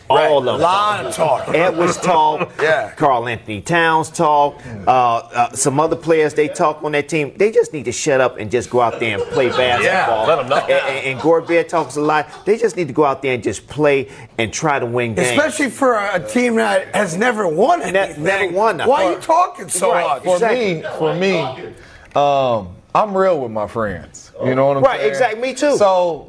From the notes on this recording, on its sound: broadcasts live from the US Open at the Los Angeles Country Club